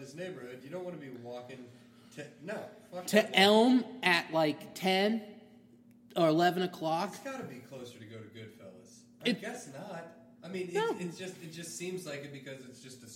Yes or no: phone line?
no